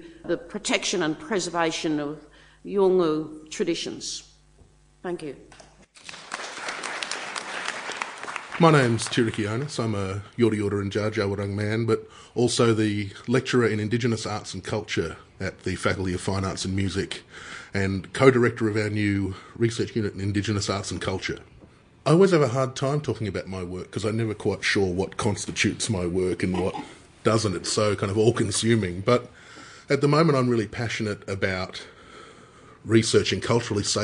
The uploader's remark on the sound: Highlights from the 2018 Indigenous Place and Partnerships Conference held at the University of Melbourne in April 2018. Selections of presentations and interviews with presenters and conference participants.